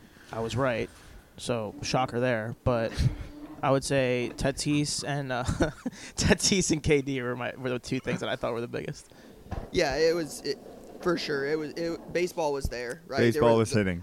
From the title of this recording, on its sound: Live From The Dallas Card Show